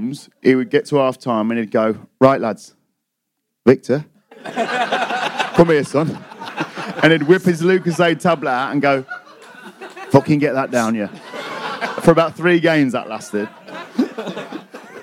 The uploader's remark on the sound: We are back on stage at a sold out Streatham Space Project